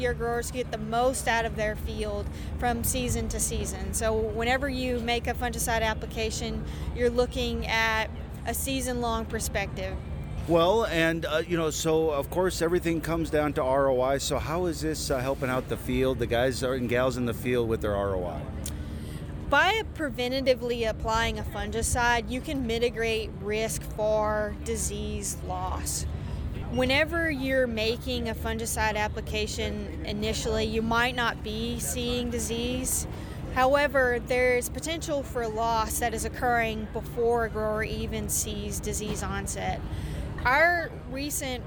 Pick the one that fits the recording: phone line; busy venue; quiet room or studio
busy venue